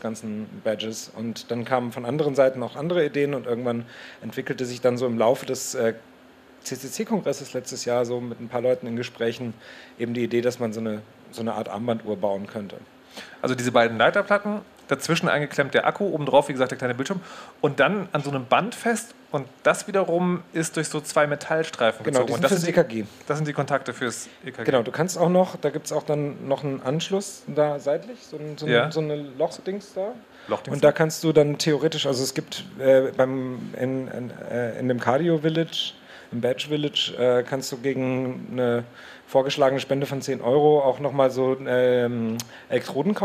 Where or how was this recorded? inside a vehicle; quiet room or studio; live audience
live audience